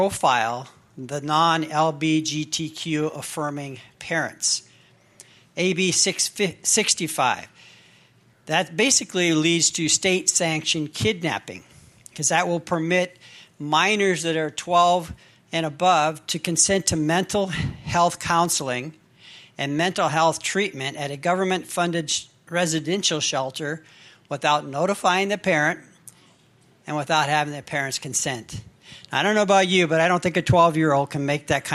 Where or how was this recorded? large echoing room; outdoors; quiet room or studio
large echoing room